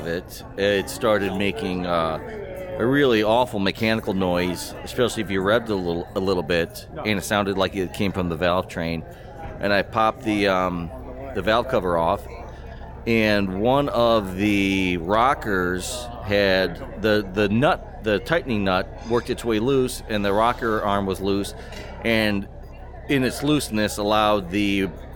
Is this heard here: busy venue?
yes